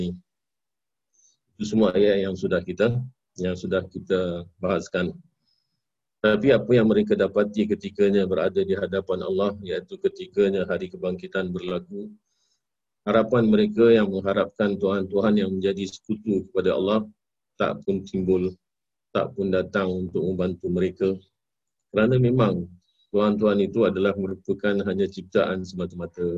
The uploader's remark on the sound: Zoom Host